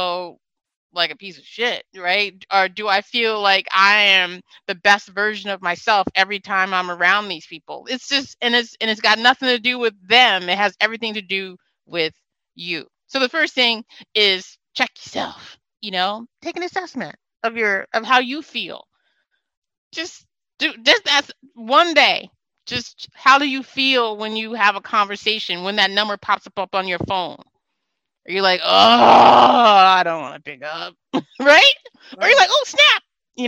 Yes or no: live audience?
no